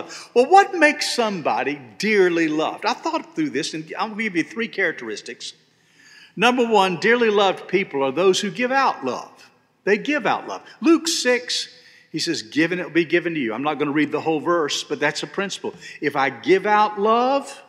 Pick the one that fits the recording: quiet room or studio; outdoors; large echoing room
large echoing room